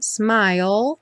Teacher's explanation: a gente termina o som dela com o L lá no céu da boca